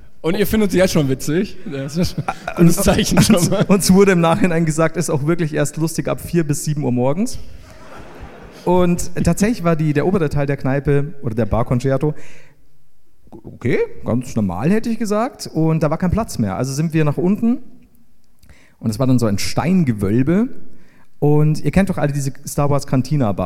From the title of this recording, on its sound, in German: LIVE in Wien